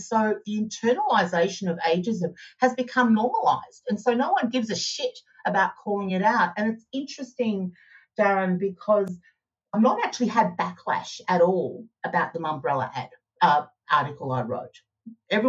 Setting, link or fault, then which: link, video call